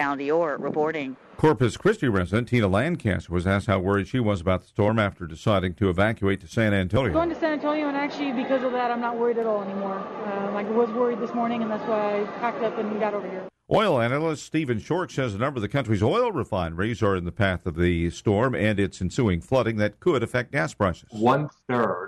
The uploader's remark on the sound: Live from the MN State Fair